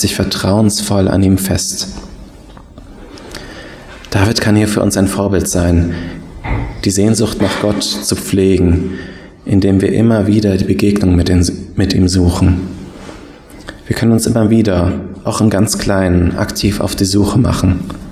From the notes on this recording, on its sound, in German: Predigt aus dem Gottesdienst